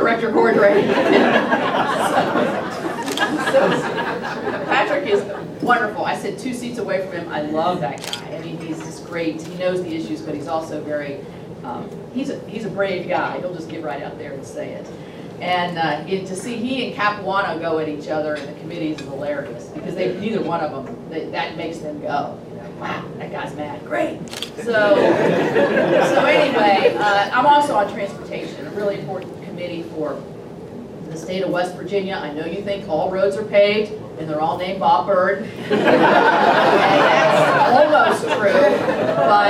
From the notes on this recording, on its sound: WASHINGTON, D.C. Two members of the House Financial Services Committee appeared before a breakfast meeting of The Ripon Society.